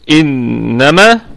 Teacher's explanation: قالوا إنما، الهمزة همزة أصلية، الهمزة في إنما همزة أصلية تثبت ابتداء ودرجا. إنما نون حرف غنة في أعلى درجات الغنة